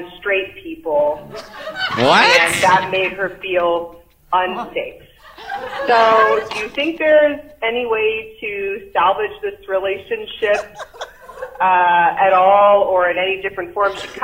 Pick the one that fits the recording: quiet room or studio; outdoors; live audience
live audience